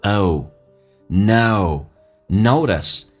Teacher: Okay, great, let's take a look.我们来看所有的一些发音的一些技巧。第一句话,have you noticed,你有没有注意到这个事情,notice, have you noticed,那么记住 O 这个发音发得饱满一点，先发 E 再发 U,嘴巴轻轻的往下有一个舀水的一个过程，往下掉再往前推的过程叫做 O, no, notice, T 在美式发音当中要被浊化叫做 noticed,最后一个 T 是不发音，在音标当中 noticed,T 是不发音的，因为后面是一个辅音开头，就把它省略，叫做 notice that, notice that, that 的 T 不发音，但气流稍微的阻塞一点点，因为前面是一个元音，叫 notice that.